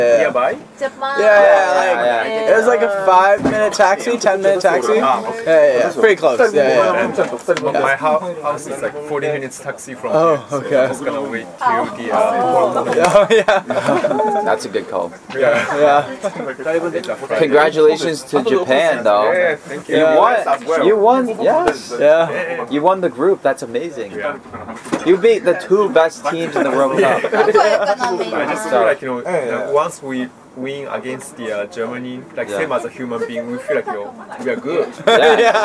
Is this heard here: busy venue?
yes